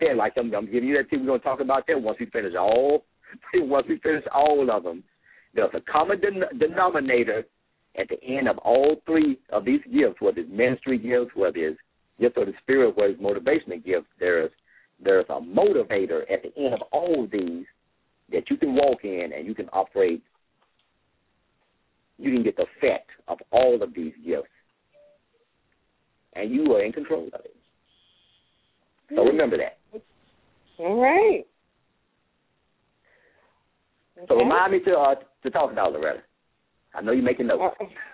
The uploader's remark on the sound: LML uses a progressive live call in format.